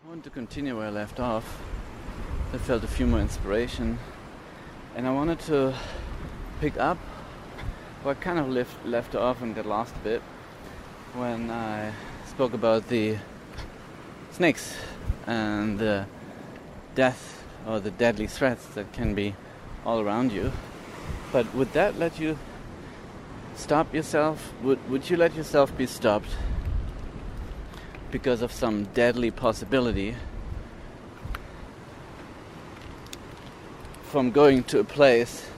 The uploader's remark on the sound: Walks on the beach in Sri Lanka as he talks into an audio recorder. This is the unedited version of this unscripted podcast.